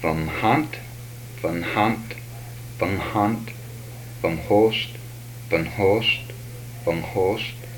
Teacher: These are aspirated nasals.